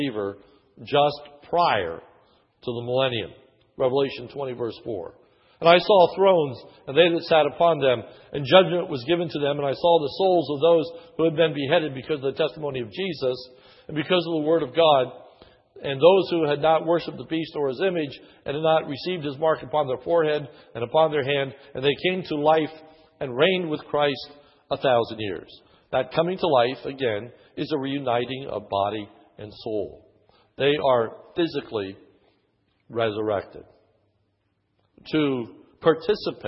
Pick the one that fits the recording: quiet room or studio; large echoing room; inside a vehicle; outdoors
large echoing room